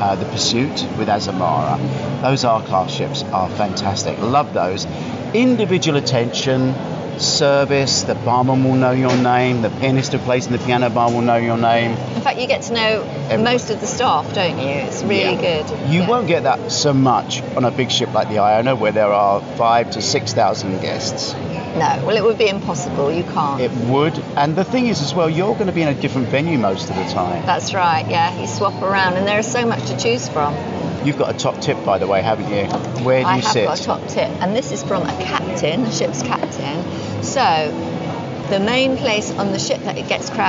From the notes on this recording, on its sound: This week the podcast is recorded at the Time Out Market in Lison, or do we have to say Lisboa?